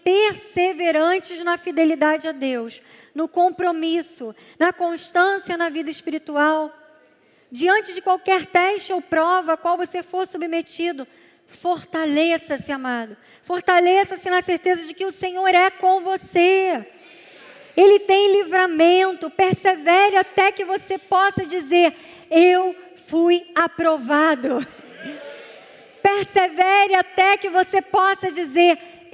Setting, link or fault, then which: setting, large echoing room